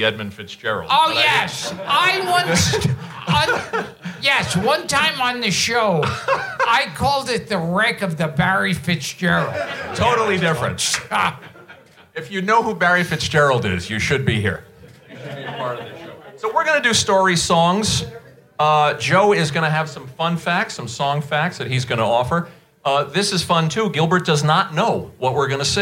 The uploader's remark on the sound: Return to Sid Gold's Request Room in New York City for a LIVE singalong episode. A roomful of passionate (and knowledgeable!) listeners.